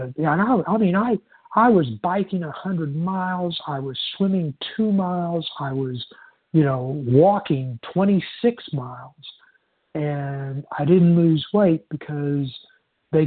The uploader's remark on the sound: 100 Pounders Phone Meeting